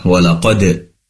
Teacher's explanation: ada qalqalah sughra, ada dal yang sukun mati, maka perlu dipantulkan